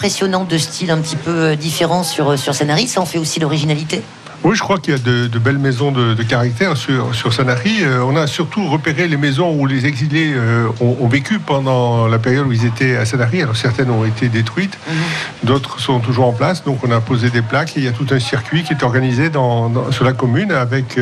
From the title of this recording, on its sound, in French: en direct du plus beau marché de France à Sanary sur mer